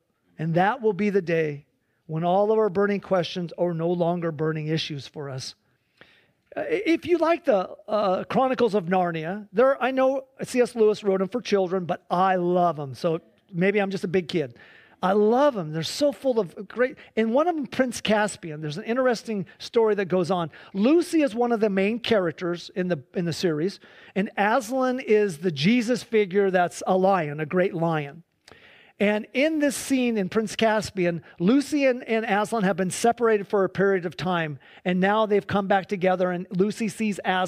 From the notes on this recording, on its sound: Please enjoy this Sunday church service livestream